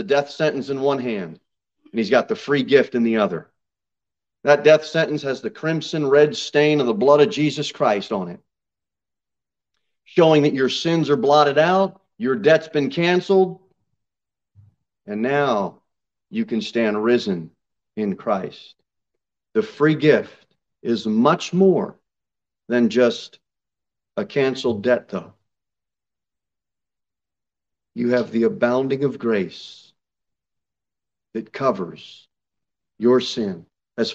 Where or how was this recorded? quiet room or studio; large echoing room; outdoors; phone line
large echoing room